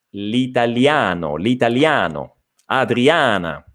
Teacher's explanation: ricordatevi, italiano, la vocale A è sempre molto aperta · Term: A aperta